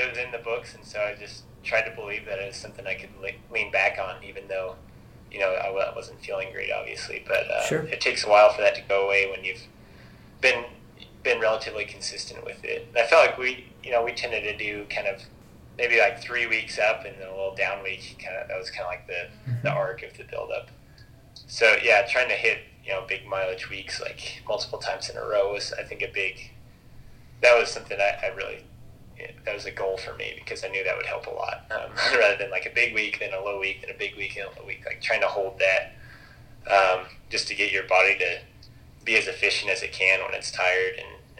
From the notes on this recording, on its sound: joined us for a phone conversation this week